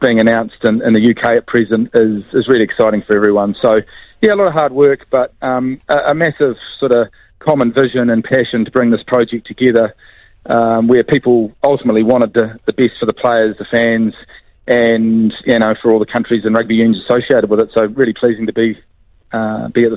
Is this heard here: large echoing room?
no